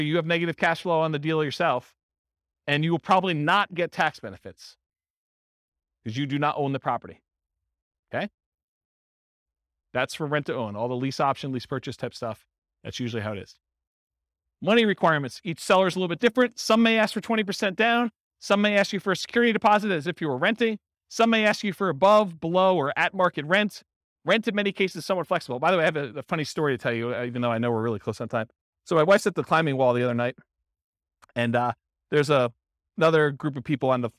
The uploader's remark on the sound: This was a live class recorded